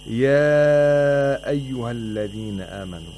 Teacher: We have matul munfasil in the phrase ya ayyuha. So we have to lengthen it to either 2, 4, or 5 vowel counts.